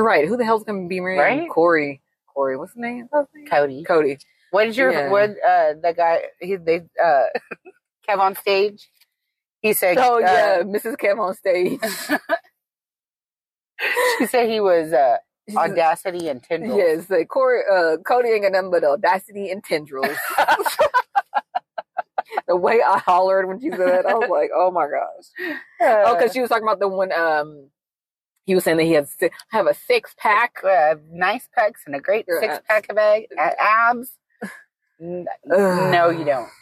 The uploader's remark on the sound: joining us in the car this week